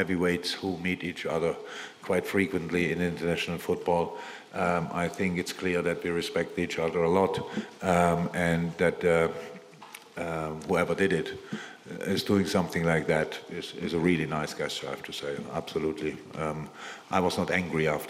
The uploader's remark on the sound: Post-Match Press Conference